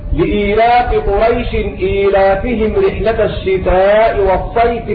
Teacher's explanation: ففي حال الوصل ليس فيه إلا القصر، والمراد بالقصر عندئذ عدم المد مطلقا. وفي حال الوقف أجمع القراء العشرة على معاملة هذا النوع معاملة العارض للسكون، القصر والتوسط والمد.